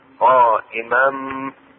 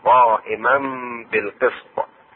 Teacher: التنوين انقلبت ميمة مع الغنة